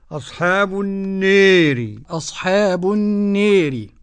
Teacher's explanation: أبو عمرو البصري ودوري الكسائي بالإمالة الكبرى